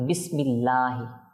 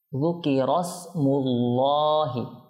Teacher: তাসদীদযুক্ত লামের আগে পেশ হলে অথবা জবর হলে তখন ল হয় কেমন পুর হয় · Shown in: second take · আর যদি এটা জের হতো তাহলে আমরা লা পড়তাম যেমন